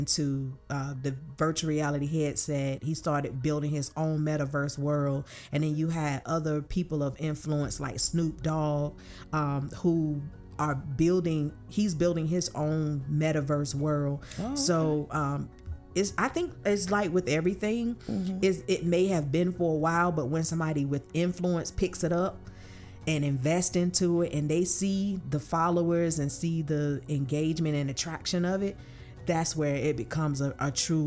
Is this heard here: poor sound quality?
no